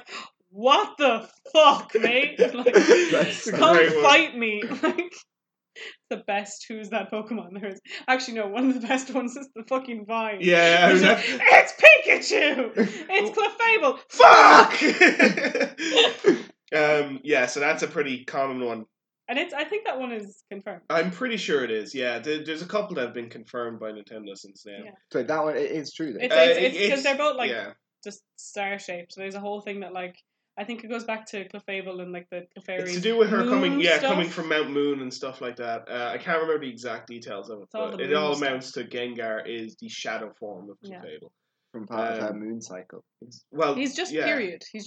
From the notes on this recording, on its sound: Disclaimer due to issues with the audio this one isn't the best!